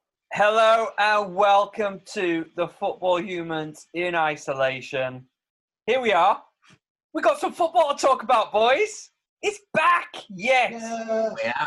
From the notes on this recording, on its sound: on their zoom pod